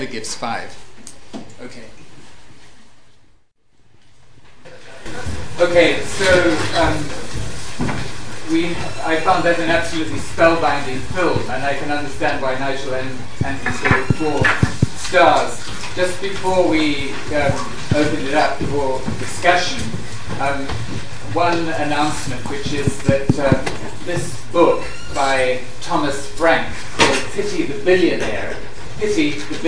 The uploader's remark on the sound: LSE Arts are pleased to host a very special screening of the highly anticipated film Margin Call. This podcast comprises the introduction and panel discussion that followed the screening.